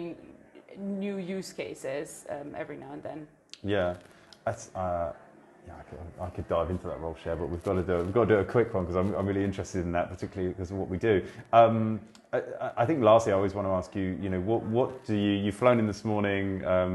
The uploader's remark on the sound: Live From ITI Europe. Another one recorded live from Insurtech Insights Europe.